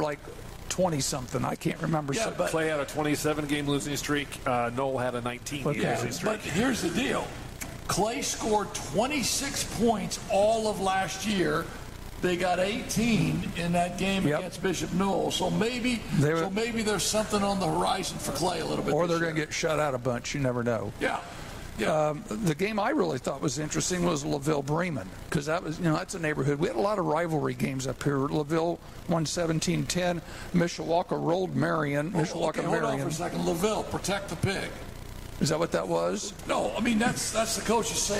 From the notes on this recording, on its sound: We're back at Bar Louie for season two of the live show!